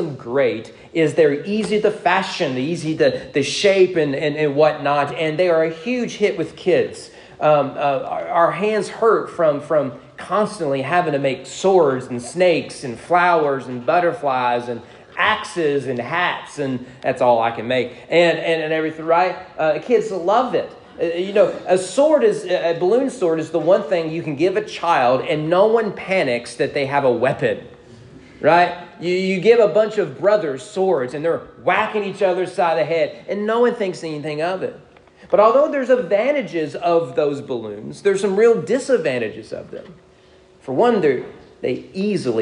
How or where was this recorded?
large echoing room